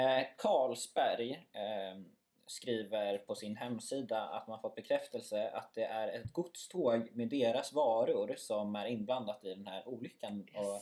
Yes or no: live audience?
no